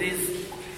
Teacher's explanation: فإذا كانت الراء مكسورة فإنه يرقق مثل رزق